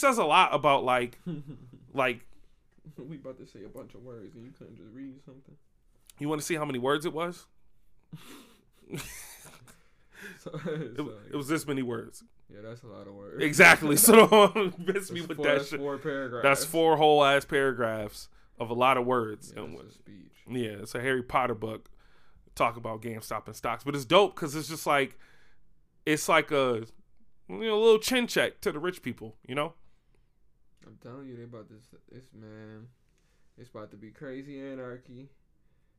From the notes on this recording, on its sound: The mic still kind of low.